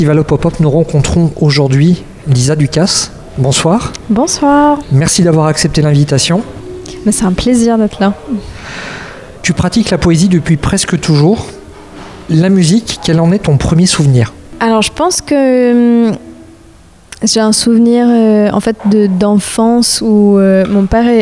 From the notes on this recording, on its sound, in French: Enregistrement réalisé lors du festival Hop Pop Hop